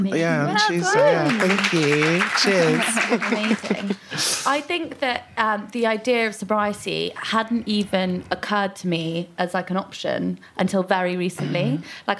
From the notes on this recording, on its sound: This was recorded just before Christmas at the Boulevard Theatre in Soho.